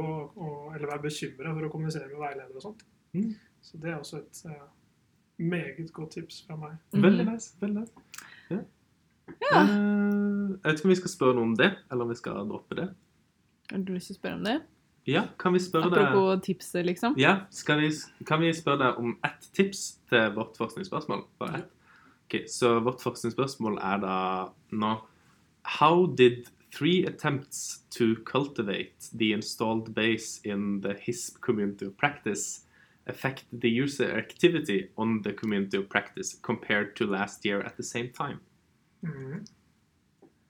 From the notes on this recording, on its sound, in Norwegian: Disclaimer: lyd med forbedringspotensial.